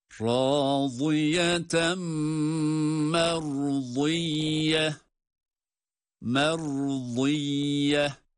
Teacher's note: bir sonraki kelimeyle beraber okunması halinde itgam ma'al gunne yaparak telaffuz ediyoruz. O da raziyeten merziye merziye yağları çıkarıyoruz, şeddeli olan ya da harekesiyle oluşan raziyeten merziyeten diye yağları da hem duyuruyor hem telaffuz ediyoruz.